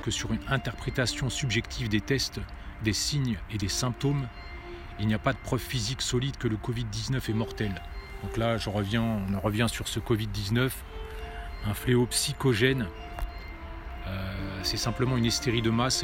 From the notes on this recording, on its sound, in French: Podcast partie 2 enregistré en extérieur.